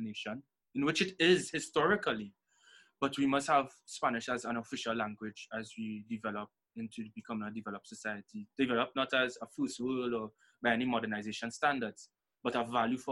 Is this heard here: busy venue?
no